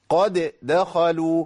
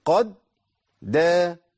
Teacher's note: اللسان لازم يرتفع مرة واحدة بس. قد دا، ووجود خروجي من المخرج بدال متحركة ده بيخليه مش محتاج نعمل قلقلة. · Term: الإدغام